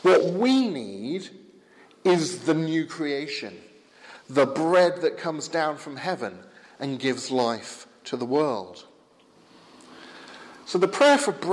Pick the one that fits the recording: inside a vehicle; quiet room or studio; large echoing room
large echoing room